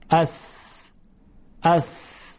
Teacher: ببینید، در تلفظ حرف سین، اس، اس، ما ببینیم که هوا با فشار از شیاری که ما بین زبان و سقف دهان وجود داره عبور میکنه، از منطقه دندان ها هم میگذره با همون فشار و یک ساییدگی ایجاد میشه، یعنی هوا سایش پیدا میکنه. · Term: صفت سفیر